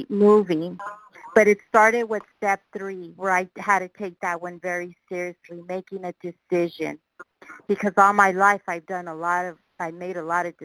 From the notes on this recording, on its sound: qualification from the 100 Pounders Phone Meeting